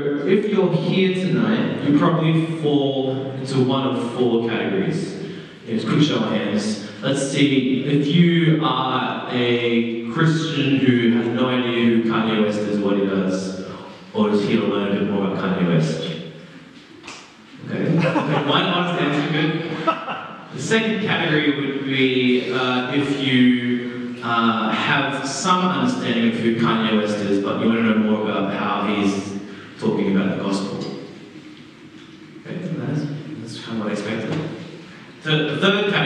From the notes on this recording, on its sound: Terrible audio quality